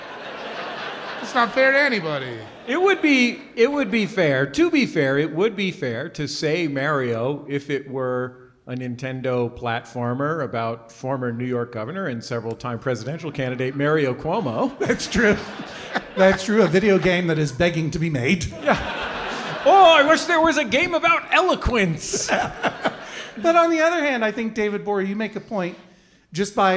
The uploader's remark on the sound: This week’s episode was recorded live in front of an audience at the Gothic Theatre in Denver!